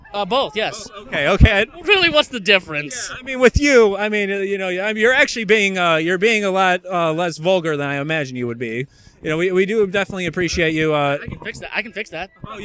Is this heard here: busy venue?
yes